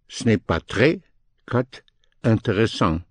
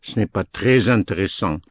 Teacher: If you cut after très, then you don't push the S into the vowel of intéressant. · Shown in: first take